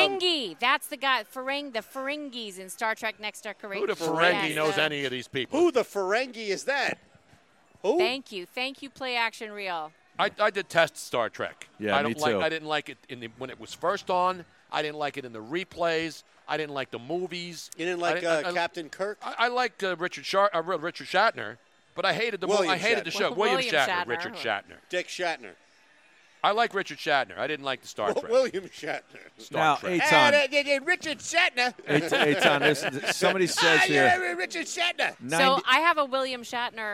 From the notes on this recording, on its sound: from Parx Casino LIVE